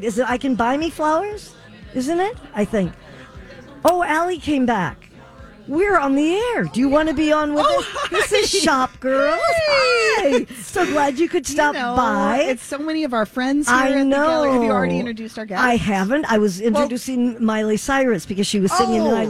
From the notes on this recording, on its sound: Live from the Galleria for PromPossible, a clothing donation drive to help Twin Cities students attend their own proms in high style!